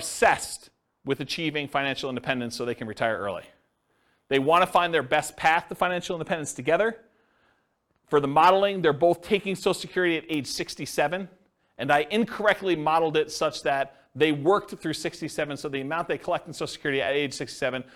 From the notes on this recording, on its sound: This was a live class recorded